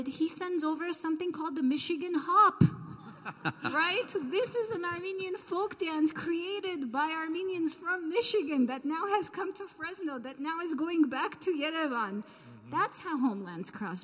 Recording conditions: live audience